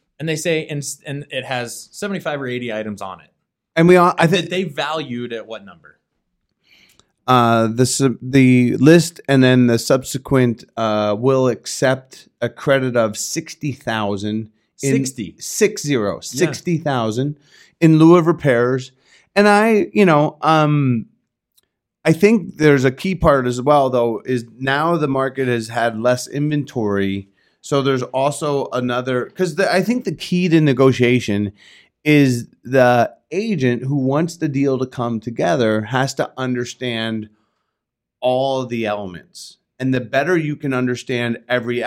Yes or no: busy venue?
no